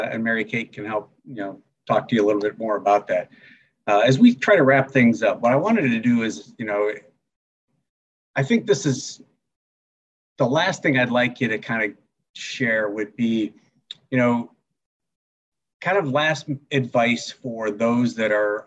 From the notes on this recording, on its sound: a recording from a recent “Conversations on Success Beyond Service” virtual event held in early August